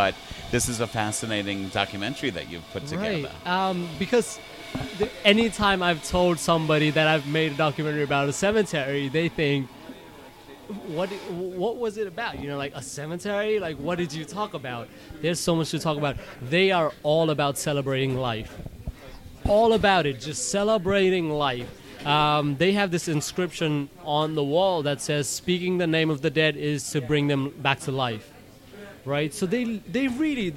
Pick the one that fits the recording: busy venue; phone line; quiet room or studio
busy venue